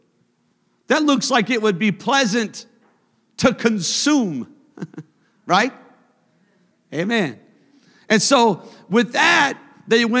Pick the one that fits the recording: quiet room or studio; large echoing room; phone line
large echoing room